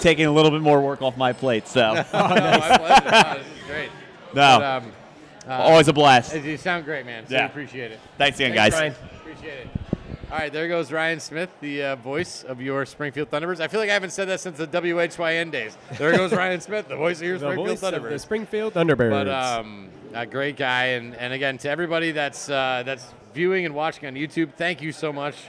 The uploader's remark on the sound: SRG Live at White Lion Brewery